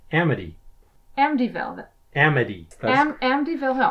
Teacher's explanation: Well, there's a T in it, but because I have the particular accent I have, when I have a T in that place in the word, I tend to pronounce it as a D · Term: D sound